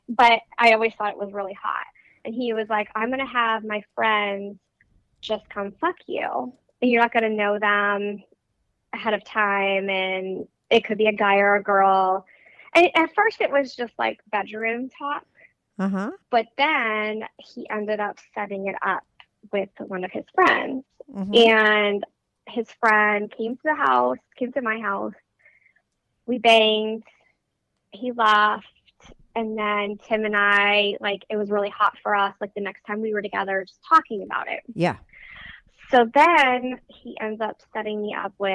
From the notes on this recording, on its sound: she called in to talk all about it